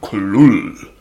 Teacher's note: The first syllable is pronounced gutturally and very thickly.